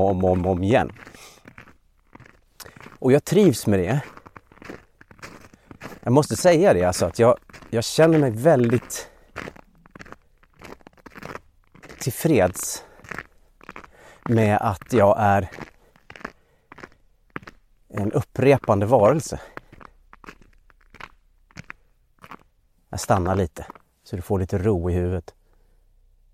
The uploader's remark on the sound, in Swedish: det knastrande ljudet från hans steg på snön